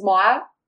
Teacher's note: You pretty much don't pronounce the R's.